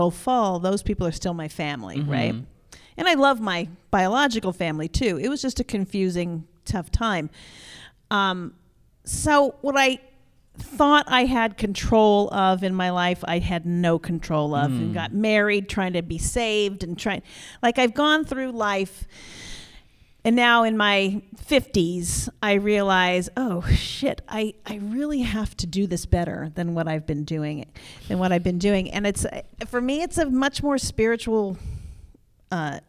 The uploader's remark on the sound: LIVE from BroadwayCon 2020